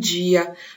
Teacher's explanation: G affricata come in gia, come la pronuncia carioca